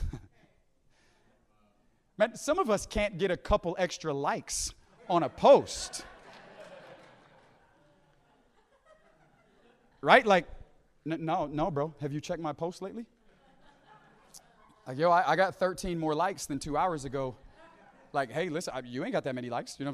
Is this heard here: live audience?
yes